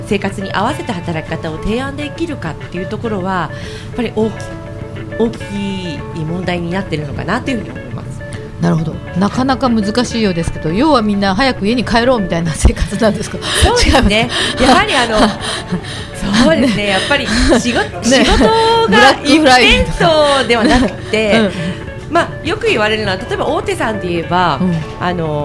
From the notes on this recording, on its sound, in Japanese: 麻布十番商店街入口にある、ビストロ「蝶蝶」にて行われた公開収録の模様をお送りします。